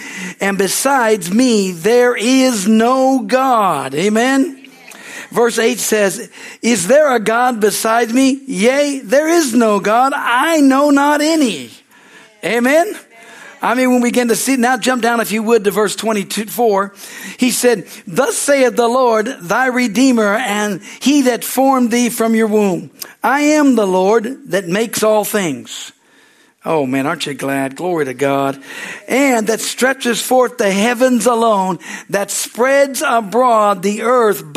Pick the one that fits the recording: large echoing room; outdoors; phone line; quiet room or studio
large echoing room